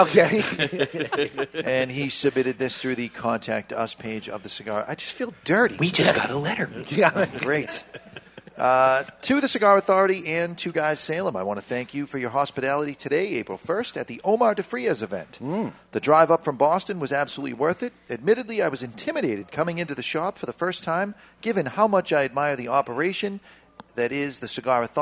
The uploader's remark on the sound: broadcasting live from Two Guys Smoke Shop